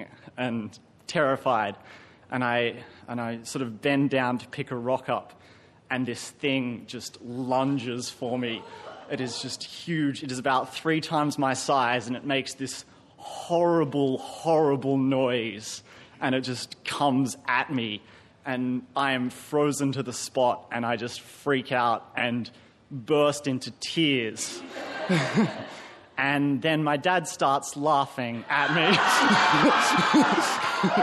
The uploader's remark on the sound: Recorded live at the Arthouse Hotel, Sydney.